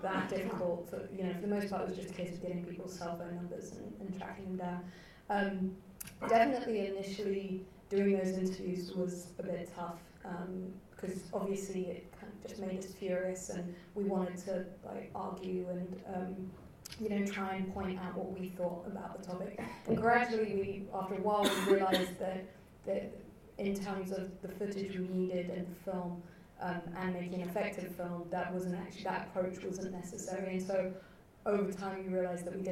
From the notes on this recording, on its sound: Recorded at the Light House Cinema, 3rd July 2012